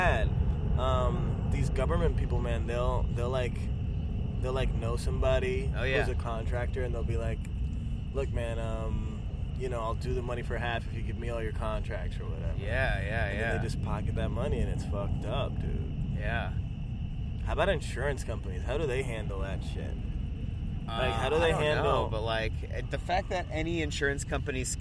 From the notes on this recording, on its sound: recorded at the outdoor studio (the park)